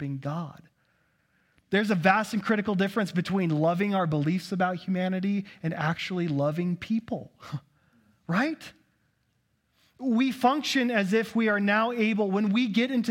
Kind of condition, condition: setting, large echoing room